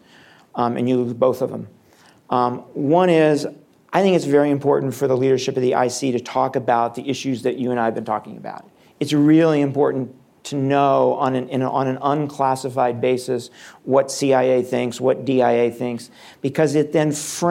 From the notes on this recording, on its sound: Live Taping. Hayden Center for Intelligence, Policy, and International Security at George Mason University’s Schar School of Policy & Government.